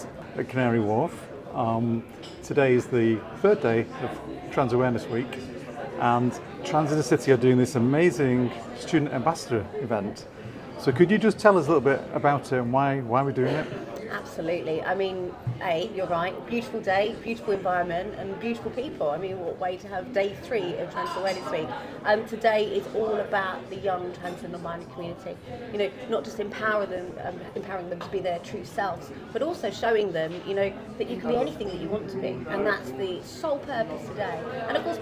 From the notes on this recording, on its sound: These interviews were recorded at Barclay's Head Office in Canary Wharf for Trans in the City's Student Ambassadors Launch Event during Trans Awareness Week.